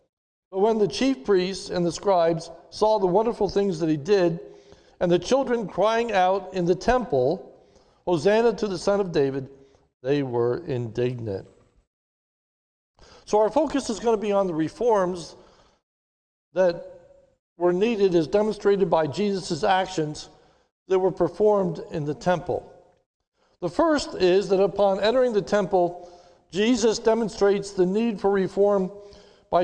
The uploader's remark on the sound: This is a sermon recorded live on Palm Sunday, 03/28/2021 at the Lebanon Bible Fellowship Church in Lebanon, PA during the morning servicwe